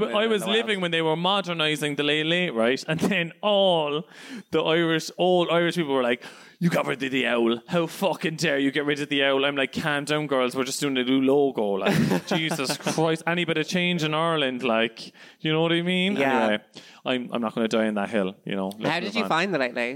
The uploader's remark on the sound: In my second live show. In front of a lively crowd of predrinkers.